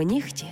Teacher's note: Лише в цих словах «г» перетворюється на «х».